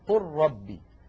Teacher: منها أولا أنه إذا أتى لام ساكنة بعدها راء فإن حفصا يدغم، بل وكل القراء، إدغام اللام الساكنة في الراء بعدها كقوله تعالى مثلا قل ربي، إذا اجتمعت قل مع اللام من كلمة ربي.